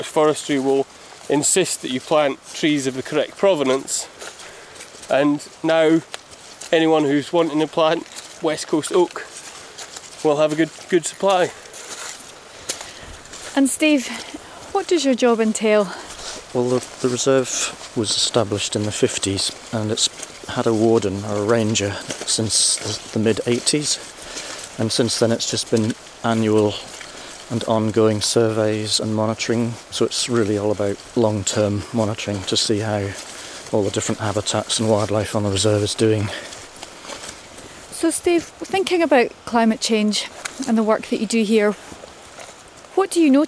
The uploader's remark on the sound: Ventures south on the Ardnamurchan Peninsula to Morvern, for a walk through time and nature. On a moody, drizzly day. For a walk through a beautiful patch of woodland which opens out onto some fascinating ruins.